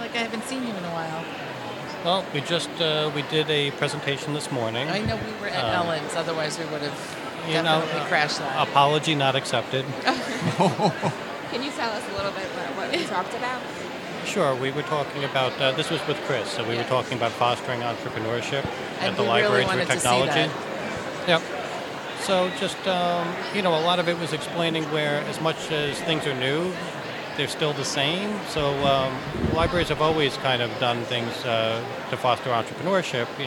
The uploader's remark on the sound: Long Island Library Conference Mini Episode. We were recording in a crowded hotel lobby so there is a lot of background noise but it still sounds good!! Thank you to the Long Island Library Conference for allowing us to record at their wonderful annual event!